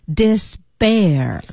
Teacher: 注意这个读音是 despair，它要浊化，它不是 despair 啊，它一定是 despair。但是您看，在音标里写的是清辅音 p，但